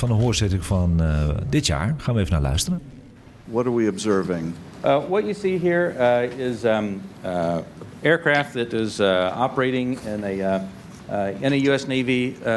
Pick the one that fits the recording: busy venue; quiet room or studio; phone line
busy venue